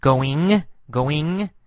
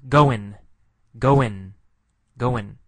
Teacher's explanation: We often say, "How's it going?" or "How's it going?" The last sound, g, sometimes g, going, going, sometimes no g sound · Shown in: second take